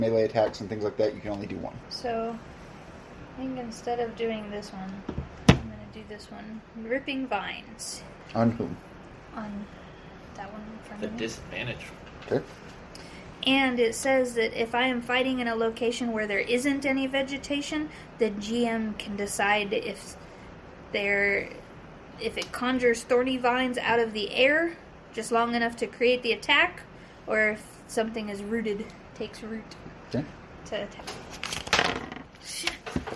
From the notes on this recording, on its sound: Since it was recorded on a cell phone sitting out in the open on a dining room table. Please excuse the audio quality(as we don't have an official recording setup just yet). Something like 30 minutes was edited out of the raw recording.